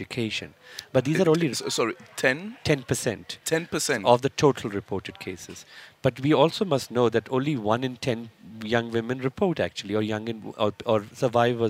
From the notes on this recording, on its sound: We continue our live broadcast from Birchwood Hotel in Boksburg where Minister for Higher Education, Science and Innovation is hosting the inaugural Transforming MENtalities Summit.